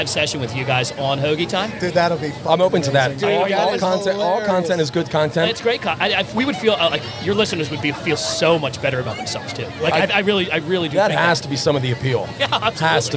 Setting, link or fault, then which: setting, outdoors